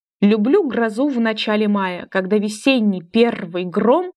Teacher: За счет повторения согласных звуков «р» и «з», а также сочетания «гр», достигается слышимость громовых раскатов и создается звуковой образ начинающейся грозы. · Term: аллитерация